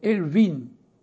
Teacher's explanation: con la consonante nasale al francese